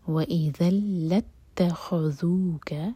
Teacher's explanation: دال کی تنوین کے بعد لام تو ادغام بغیر غنہ کے. واذا لاتخذوك، دال کے لیے ہماری زبان اوپر والے دانتوں کو ٹچ کرے گی اور تھوڑی سی ٹپ باہر ہوگی.